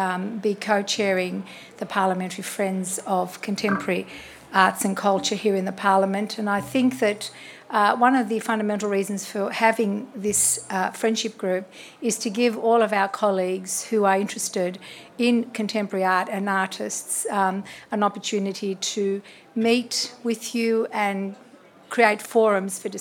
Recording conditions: busy venue